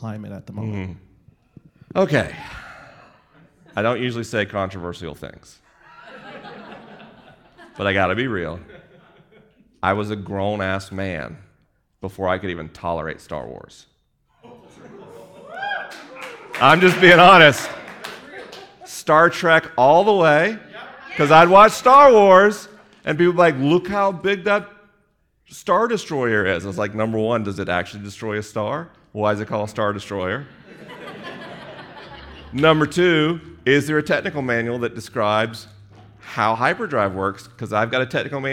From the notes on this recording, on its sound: This episode was recorded live in Los Angeles. The questions were unscreened and the answers unrehearsed.